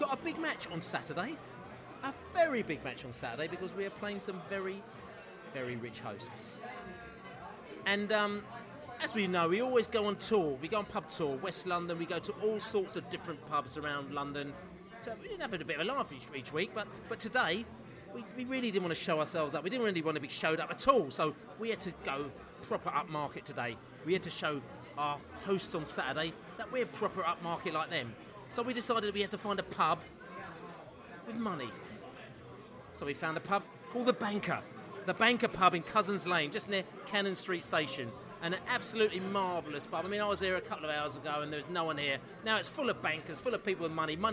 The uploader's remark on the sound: Chelsea pre-match podcast from the pub